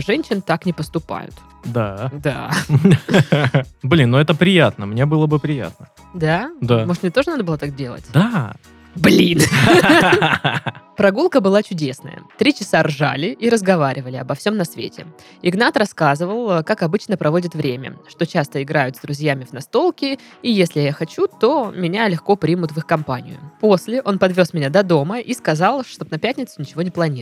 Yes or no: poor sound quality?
no